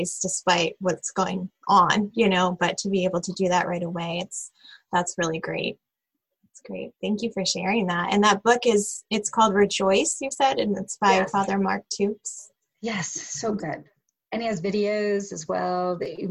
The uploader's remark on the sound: This special episode of the Springs in the Desert Podcast was recorded as part of our Advent virtual mini-retreat. Several members of our team got together to talk about their experiences.